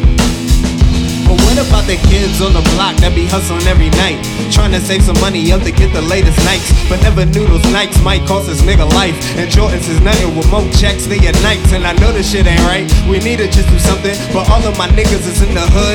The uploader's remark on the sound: These tracks were recorded and performed live in Washington, DC at the Howard Theater location inside the hip hop legendary clothing store, Grindstone Universal.